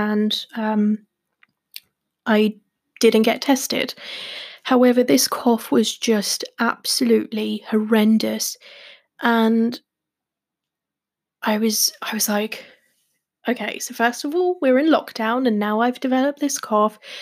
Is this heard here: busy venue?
no